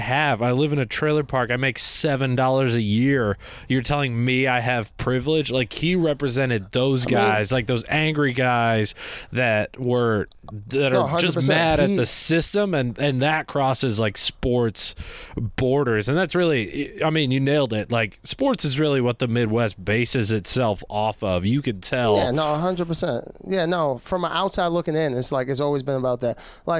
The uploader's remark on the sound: Coming in HOT from my parent's basement in Michigan. Over the phone.